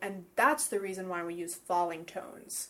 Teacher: People would have the sense that that was kind of the conclusion because I used a falling tone.